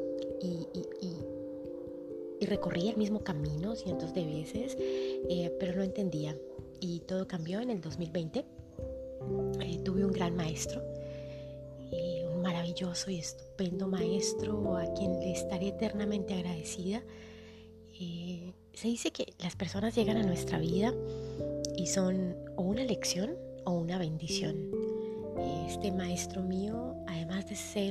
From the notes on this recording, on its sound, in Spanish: Y lo mejor...con el sonido de las loras de fondo.